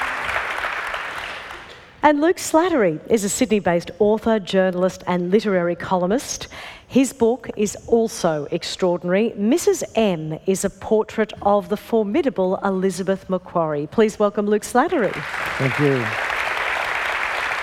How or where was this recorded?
live audience